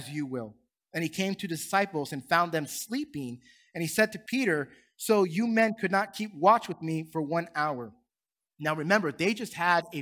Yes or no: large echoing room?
yes